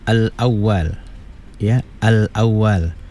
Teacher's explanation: maksudnya lam tu dimatikan jelas dengar ya · Term: izhar qamariyah